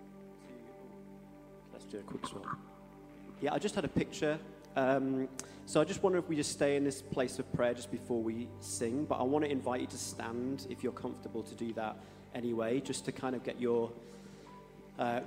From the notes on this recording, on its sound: Streamed live at St Paul's Shadwell on Sunday, 26 March 2023.